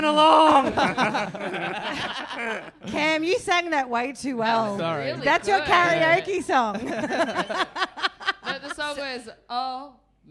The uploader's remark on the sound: SYDNEY LIVE